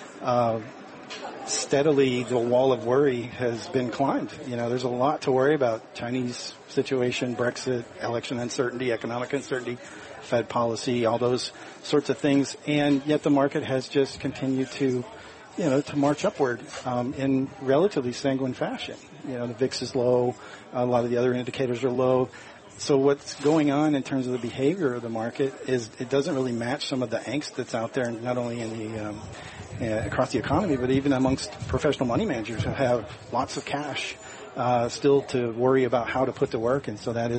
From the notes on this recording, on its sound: Live from Smith & Wollensky in Boston.